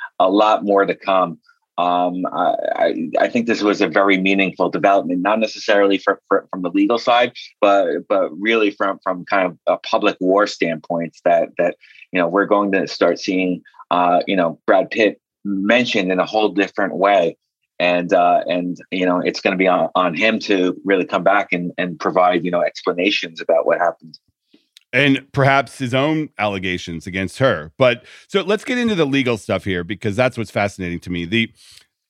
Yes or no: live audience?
no